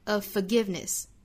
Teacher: 我们会把浊音的这个 v 给省掉